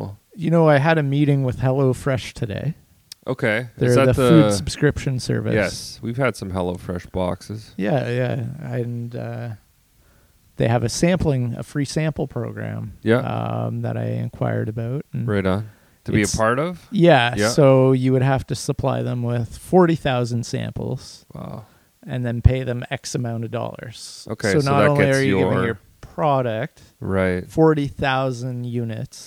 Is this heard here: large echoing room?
no